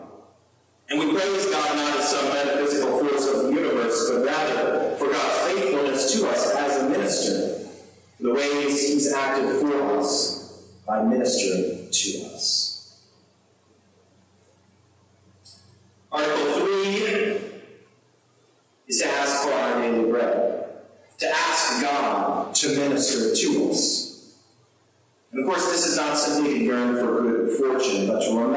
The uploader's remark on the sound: Sermon recorded on Sunday, January 22, 2023. We had technical difficulty with our livestream, and so the sound quality is not as good as usual this week, unfortunately!